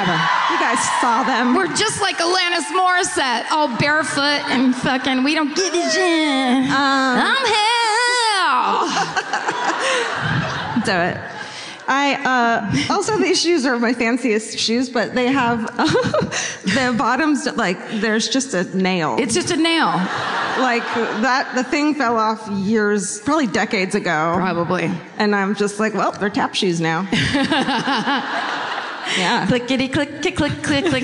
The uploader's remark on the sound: Live At The Keswick Theatre. Comes to you live from the Keswick.